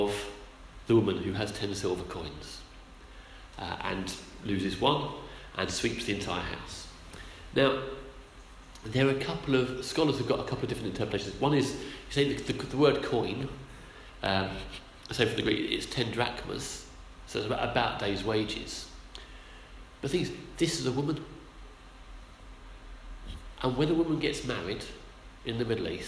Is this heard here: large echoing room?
yes